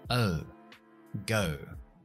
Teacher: Es una sílaba abierta porque no hay una consonante después de la O, así que yo pronuncio la O por su nombre, es decir, como en el abecedario, que es un diptongo